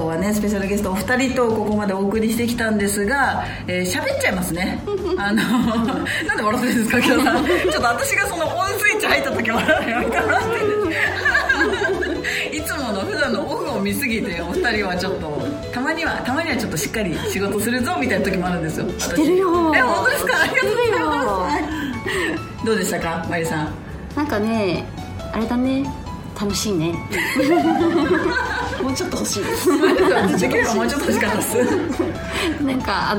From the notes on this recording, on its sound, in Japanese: MALUTA CAFEさんでの公開収録。